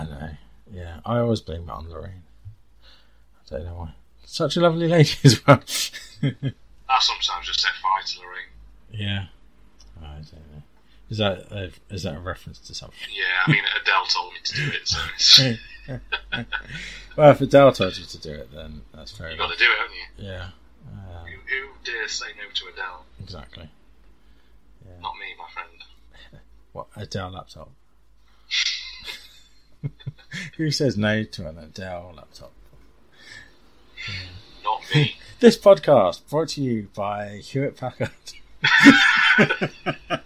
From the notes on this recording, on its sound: apologies for the audio issues